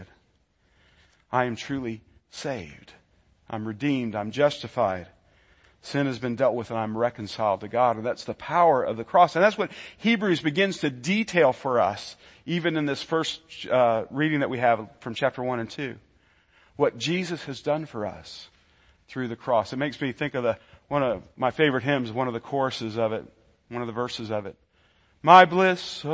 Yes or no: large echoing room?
yes